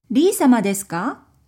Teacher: ka, at the end of the sentence with the rising intonation, tells you it's a question